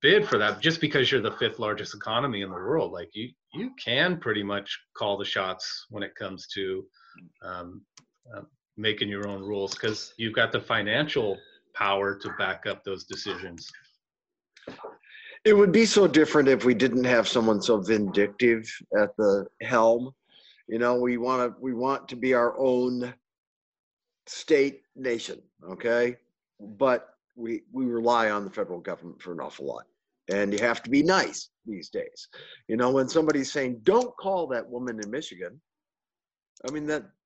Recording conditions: video call